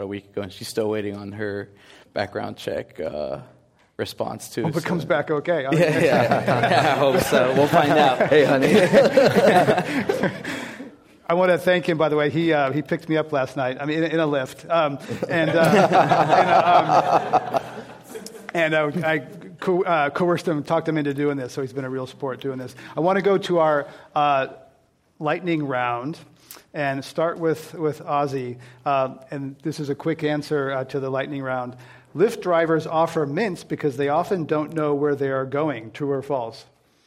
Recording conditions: live audience